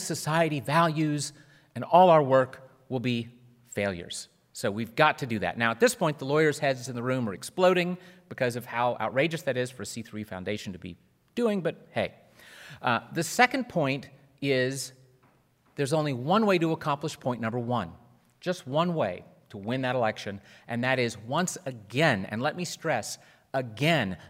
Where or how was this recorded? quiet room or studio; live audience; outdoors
live audience